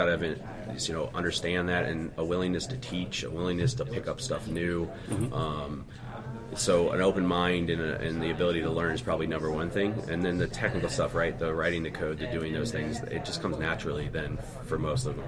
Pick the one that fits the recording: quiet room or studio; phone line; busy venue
busy venue